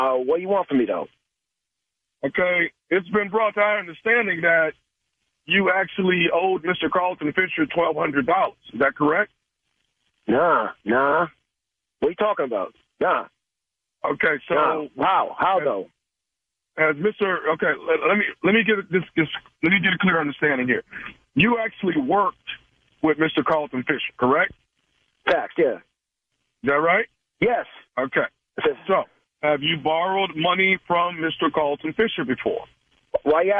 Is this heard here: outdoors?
no